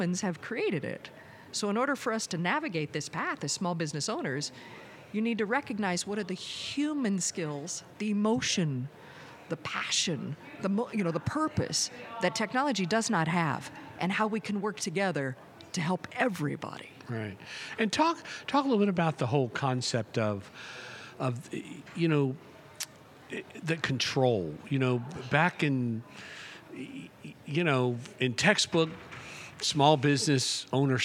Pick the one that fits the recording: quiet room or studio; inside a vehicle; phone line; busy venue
busy venue